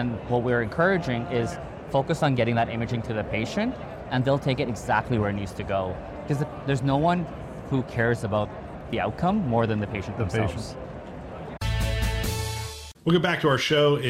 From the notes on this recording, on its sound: it’s an Interview in Action live from HIMSS 2023